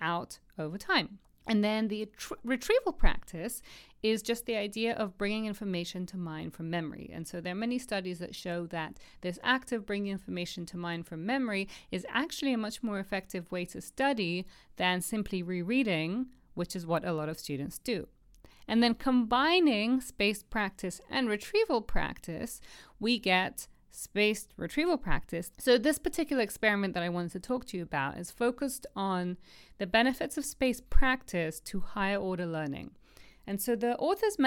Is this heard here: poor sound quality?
no